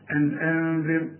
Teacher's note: أنذر هنا الراء رقاها لأن الراء الساكنة اللي قبلها مكسور